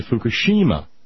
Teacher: the European way of looking at that word is to say Fukushima, because we like that penultimate syllable for some reason or another, but it's not, as far as I understand.